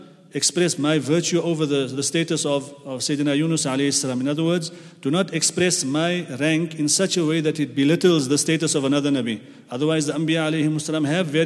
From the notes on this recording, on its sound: at the Houghton Masjid (West Street)